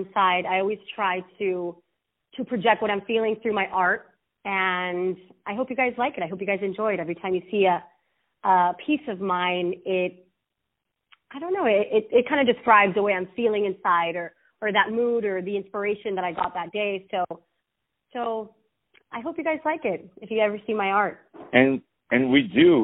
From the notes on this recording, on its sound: On the phone